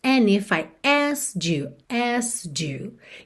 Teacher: a gente nota and if, a gente não ouve o D